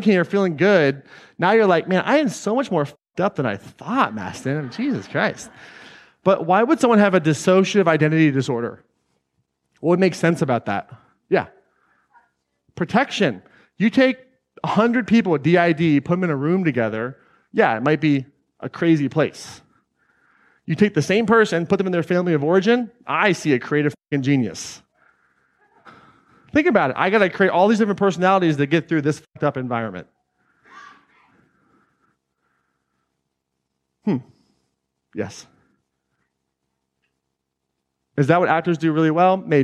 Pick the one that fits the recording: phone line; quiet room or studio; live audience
live audience